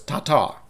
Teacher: I think you emphasize the first syllable more